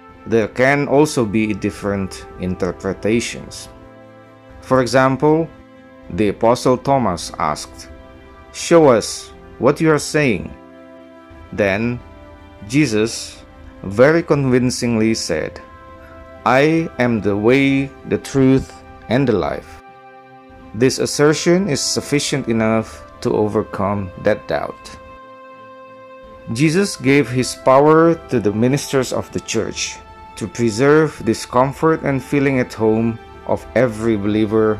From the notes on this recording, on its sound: from Saint John Bosco Church in Jakarta, Indonesia